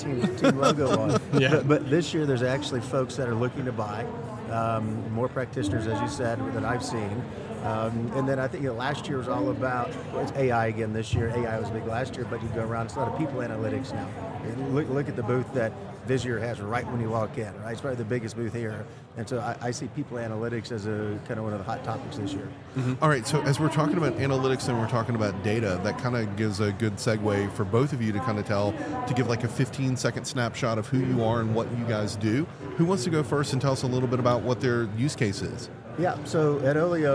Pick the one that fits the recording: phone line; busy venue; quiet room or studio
busy venue